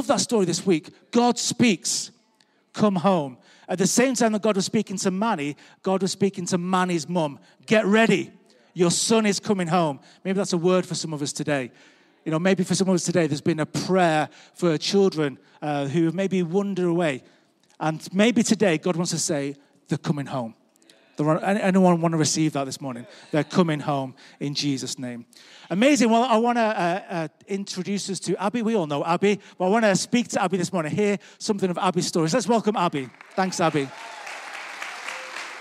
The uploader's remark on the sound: Recorded live at Life Church Lancashire 20th February 2021.